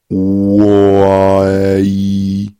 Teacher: Podle místa artikulace je U zadní samohláska, O, A, E střední a I přední. Teď k výdechu zapojte hlasivky a opět sledujte, co všechno se děje v ústech i celkové mimice.